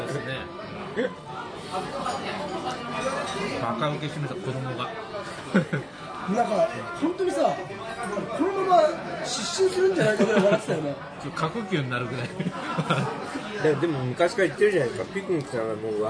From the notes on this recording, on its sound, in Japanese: 神保町花月近くの居酒屋で収録しました。